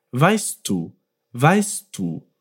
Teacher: Und ein Tipp für die Aussprache, wir müssen nicht weißt du so getrennt aussprechen. Der T und D machen eigentlich nur einen einzigen Klang.